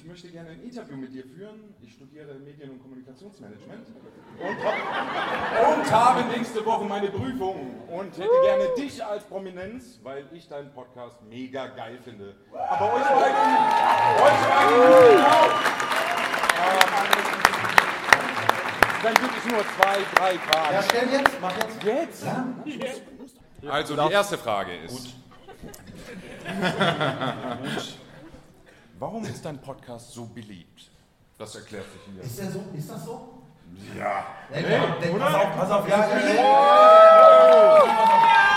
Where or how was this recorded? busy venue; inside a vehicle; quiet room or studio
busy venue